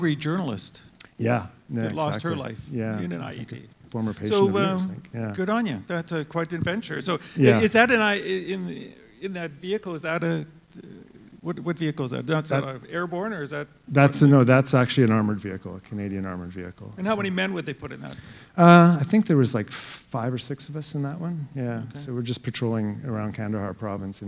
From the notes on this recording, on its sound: The first ever JCMS live podcast took place at the Canadian Dermatology Association annual conference in June. In front of a live audience.